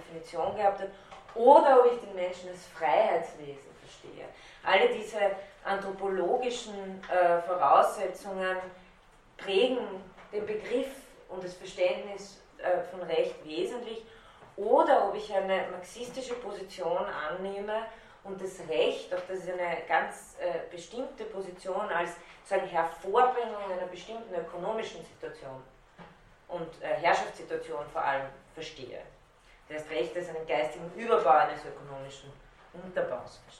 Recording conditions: large echoing room